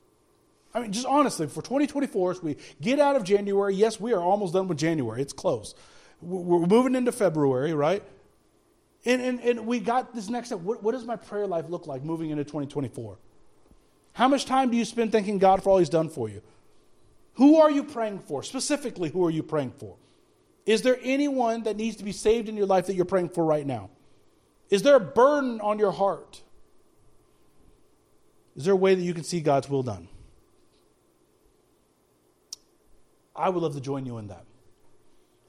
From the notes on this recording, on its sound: speaking at Soma Community Church in Jefferson City, MO on Sunday morning 28 January 2024